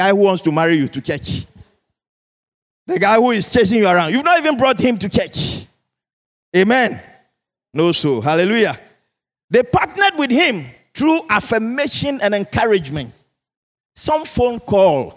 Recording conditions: large echoing room